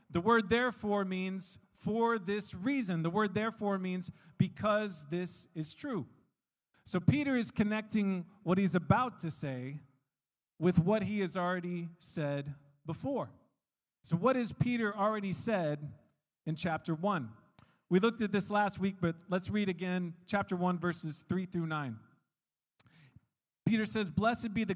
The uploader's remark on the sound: We are an international, English-speaking Christian church made up of people from all around the world. One of the sermons preached during our church service.